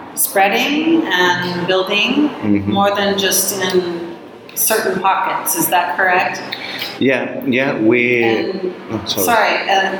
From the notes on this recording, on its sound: On location in Spain. On location for the EFRJ Conference, June 22, 2023 in Pamplona, Spain.